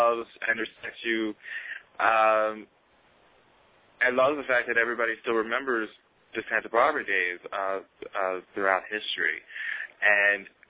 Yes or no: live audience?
no